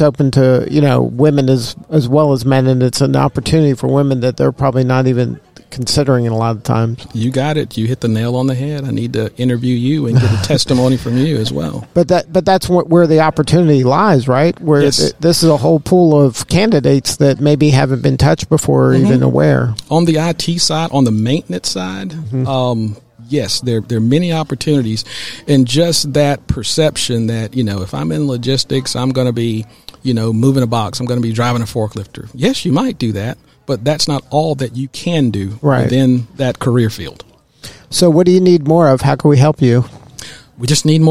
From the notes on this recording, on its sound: Business RadioX® was live at the 2022 GEDA Annual Conference in Savannah, GA.